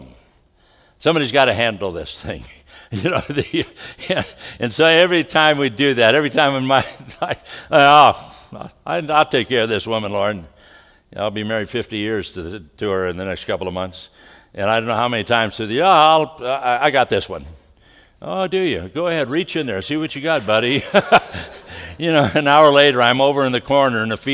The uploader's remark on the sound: from the 2018 Southwest Men's Conference